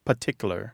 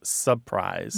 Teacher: You hear governor with that first R dropped